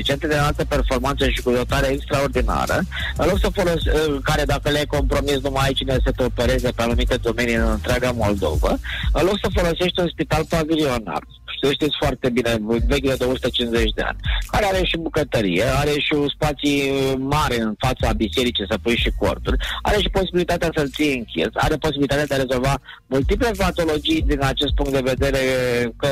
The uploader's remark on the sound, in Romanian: live prin telefon